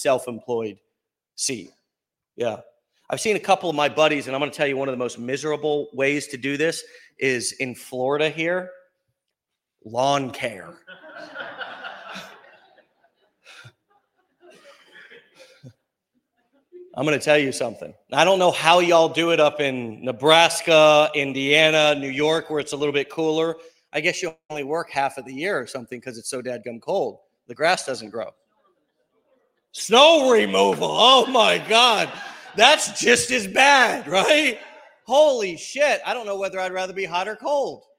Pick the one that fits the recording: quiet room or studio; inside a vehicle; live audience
live audience